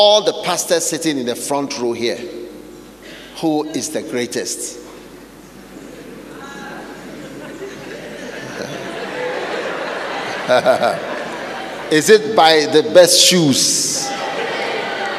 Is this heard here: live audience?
yes